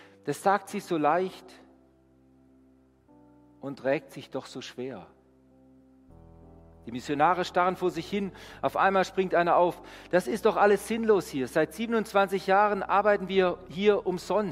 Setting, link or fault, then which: setting, large echoing room